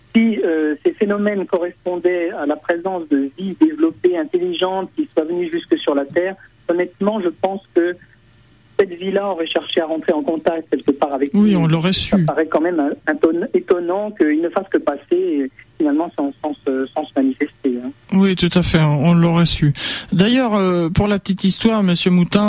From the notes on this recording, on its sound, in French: Directeur des programmes à la Cité de l'espace de Toulouse (par téléphone).